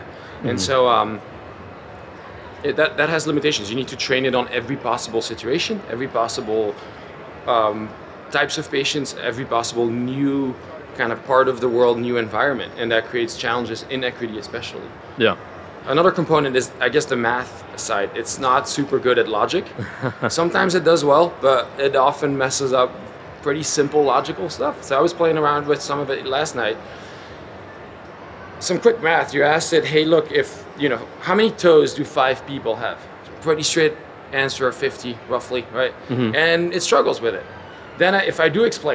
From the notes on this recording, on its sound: Live from SXSW 2023. Originally recorded in front of a live audience at SXSW 2023.